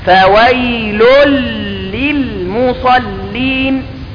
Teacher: لكن عندما قرأناها مع كلمة فويل نجد أن في المصحف شدة فوق اللام، فويل للمصلين، صارت اللام لاما مشددة. بسبب ماذا؟ بسبب الإدغام، وإلا فهي في الأصل ليست مشددة.